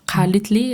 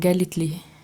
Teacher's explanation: Und im Süden würde man dann einfach sagen, Galitli. Dann wird aus diesem K ein G.